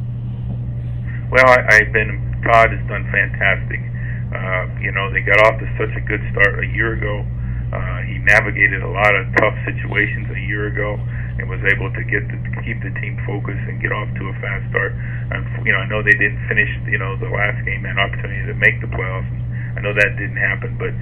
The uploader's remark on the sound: Conference Call. Speaks to the New York Media.